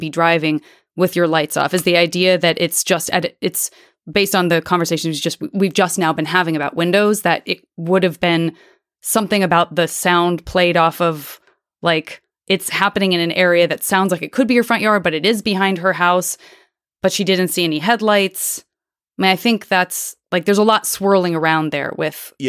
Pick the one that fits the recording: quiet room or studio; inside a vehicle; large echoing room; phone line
quiet room or studio